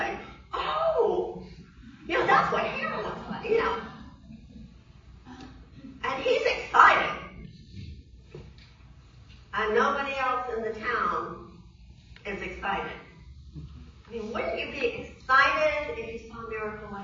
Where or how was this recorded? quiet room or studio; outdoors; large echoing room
large echoing room